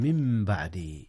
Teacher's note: جاء الإقلاب هنا يا أستاذنا، حيث النون انقلبت ميما قبل الباء